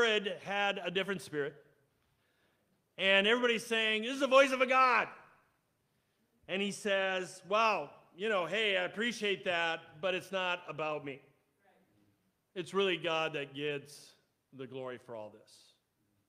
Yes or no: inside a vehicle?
no